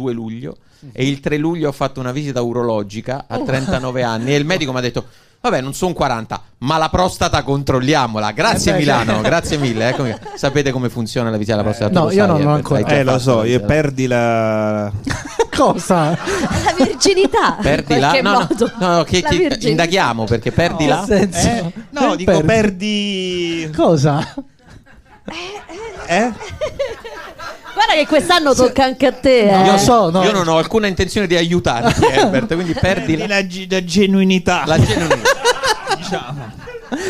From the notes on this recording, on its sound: Live dal GhePensiMi di Milano